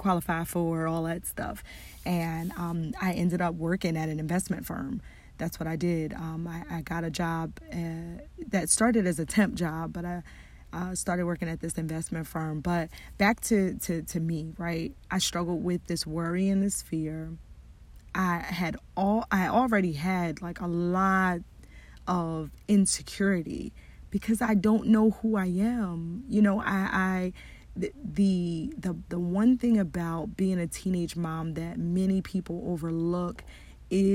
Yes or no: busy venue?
no